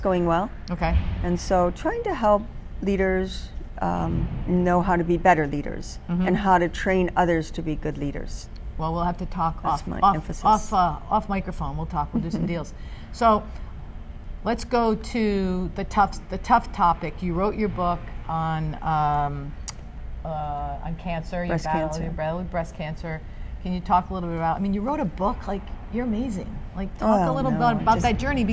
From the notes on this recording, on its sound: Live from AdventHealth Center Ice